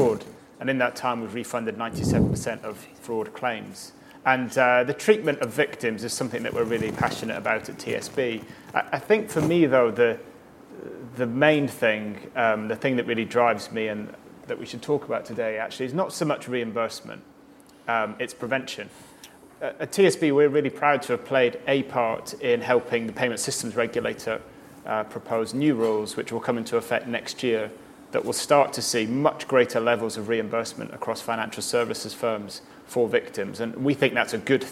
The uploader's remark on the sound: Hosted at Conservative Party Conference.